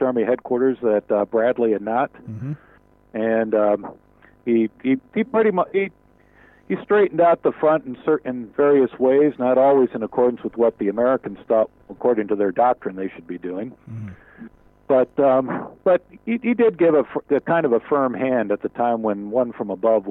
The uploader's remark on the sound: In our first ever phone interview.